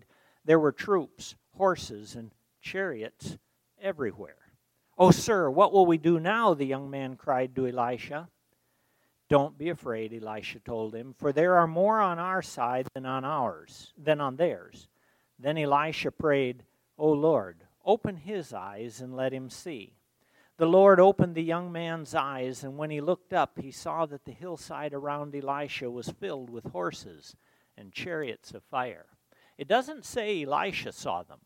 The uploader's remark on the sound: recorded on September 23, 2023, at Ringgold Seventh-day Adventist Church